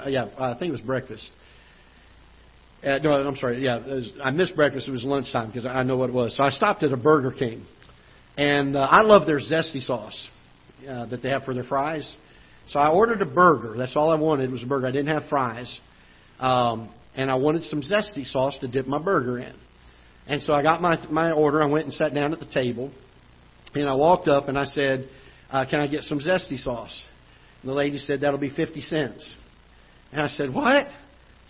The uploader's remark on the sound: Ketha Heights Baptist Church ~ Live Broadcast